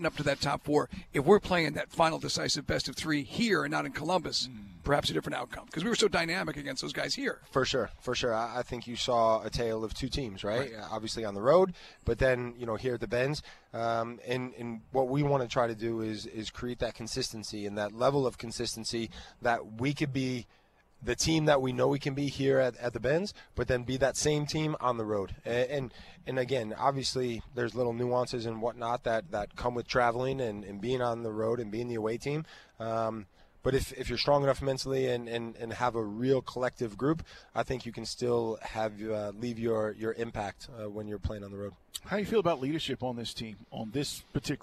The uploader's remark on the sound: LIVE from Mercedes-Benz Stadium